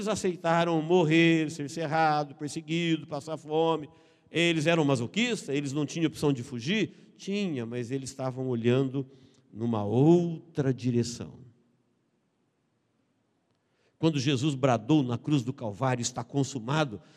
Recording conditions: large echoing room